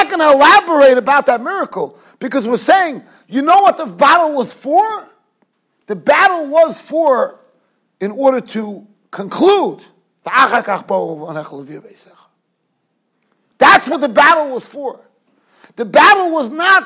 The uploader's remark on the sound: Shiur recorded in Yeshivas Ohr Reuven, Monsey, NY.